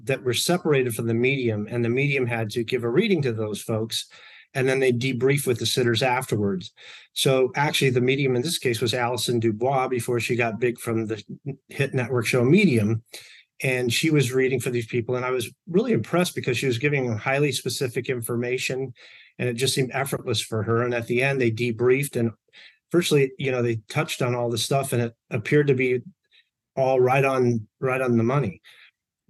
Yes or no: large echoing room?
no